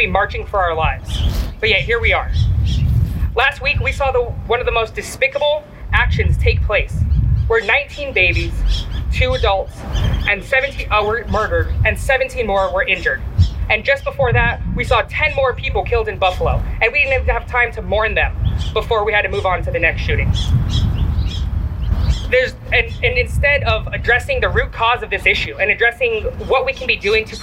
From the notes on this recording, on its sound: My opening commentary, recorded on June 1, 2022. The March for Our Lives Press Conference in the Rose Garden at the Arizona Capitol.